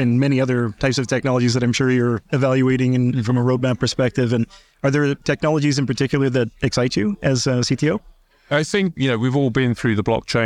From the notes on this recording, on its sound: recorded at Sibos